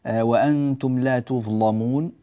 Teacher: تغلظ اللام كذلك لأن اللام مفتوحة وقعت بعد ظاء ساكنة · Term: التغليظ